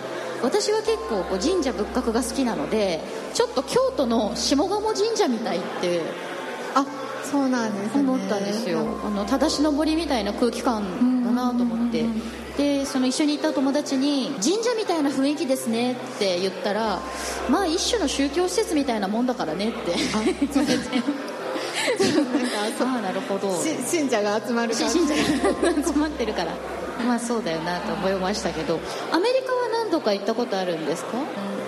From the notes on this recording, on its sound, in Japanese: 渋谷の公開録音のもようが配信されています